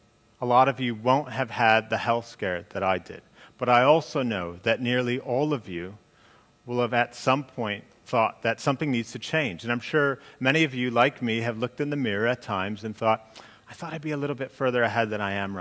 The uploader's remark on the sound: during the commercial business growth talk on the second day of Elite Business’ live event on March 10